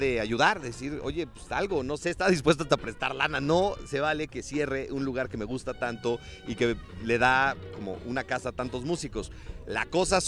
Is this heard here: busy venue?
yes